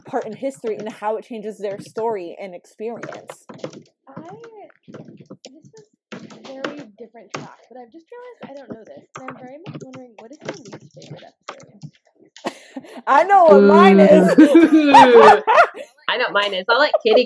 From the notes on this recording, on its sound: Please note that there is background noise in this episode, and some of the editing is choppy. Due to COVID19 our filming options were limited, and many of us live with big, busy, loud families.